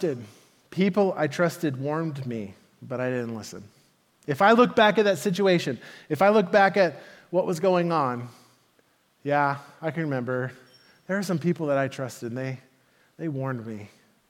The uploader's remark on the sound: Message delivered at the Benicia Campus